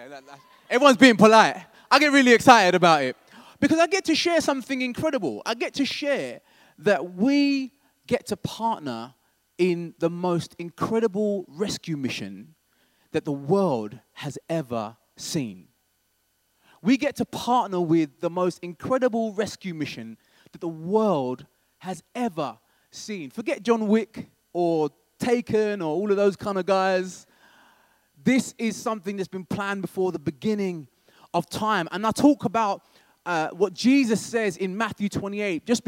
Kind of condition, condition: setting, large echoing room